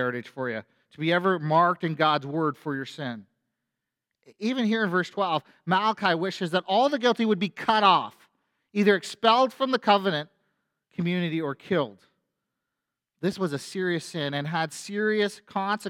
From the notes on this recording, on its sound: A sermon from FBC Church in Cobourg,